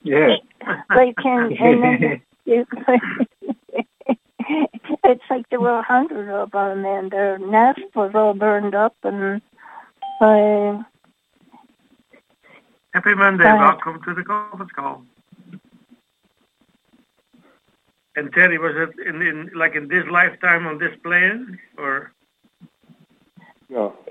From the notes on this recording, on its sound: Conference Call LIVE